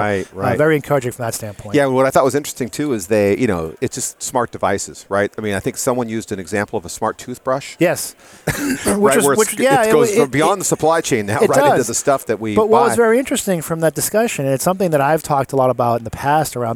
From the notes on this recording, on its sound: Live at Gartner. Recorded on the show floor.